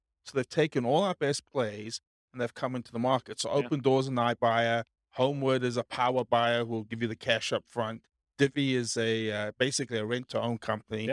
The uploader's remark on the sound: This was a live class recorded